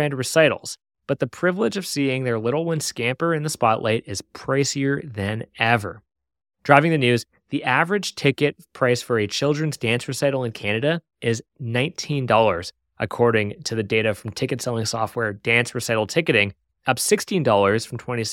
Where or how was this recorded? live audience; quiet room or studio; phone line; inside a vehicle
quiet room or studio